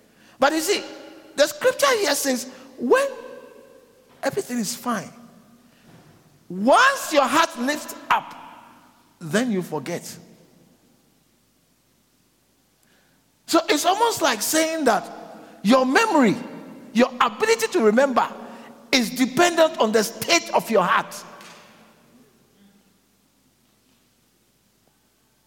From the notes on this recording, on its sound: preached at the Living Waters Cathedral